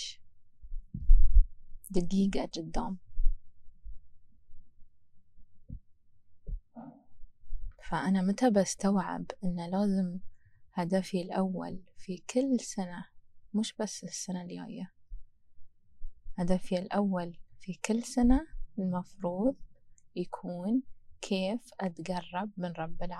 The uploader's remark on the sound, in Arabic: أول شي أريد أتأسف منكم على جودة الصوت لأني كنت اسجل الحلقه ع البحر وصوت الهوا خرّب الدنيا شويتين. حاولت اصفّي الصوت بس مازال الأثر موجود.